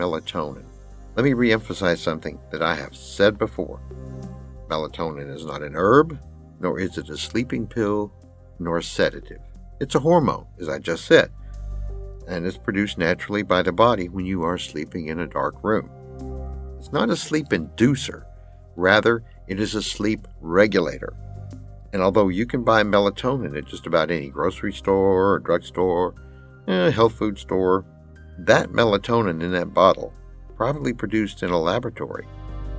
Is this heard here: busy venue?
no